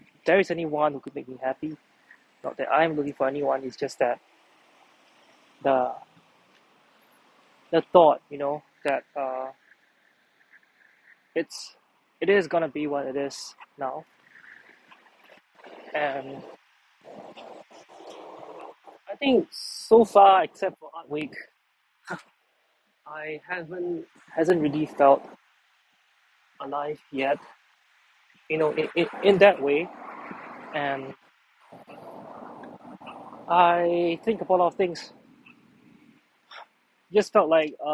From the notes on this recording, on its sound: It was 4am in the morning and I was taking a walk out and I decided to go on a rambling… it’s been awhile since I’d recorded an episode so raw (outside).